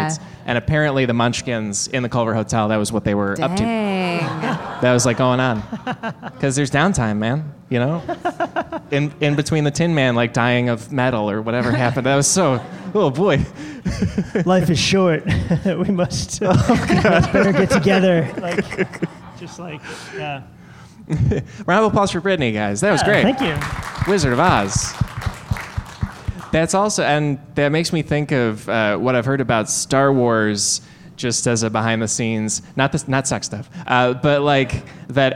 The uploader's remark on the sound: LIVE at UCB Sunset